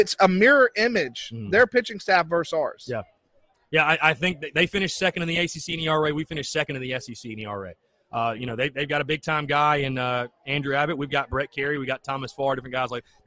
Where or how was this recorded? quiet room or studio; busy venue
busy venue